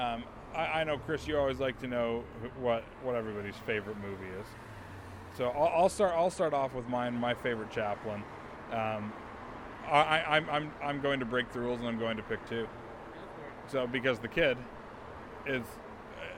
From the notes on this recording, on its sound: This week's episode of the podcast is a special episode, recorded live on the steps of the old Charlie Chaplin studios in Hollywood! On the steps of the old Chaplin Studios, now the Jim Henson Studios.